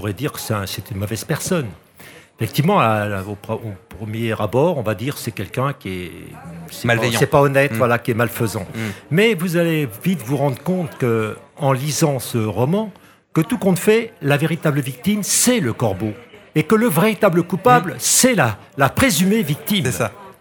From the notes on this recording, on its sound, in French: Était sur les radios de la FRAMA en direct du salon du livre samedi 1er octobre 2022 à l’occasion de Faites Lire.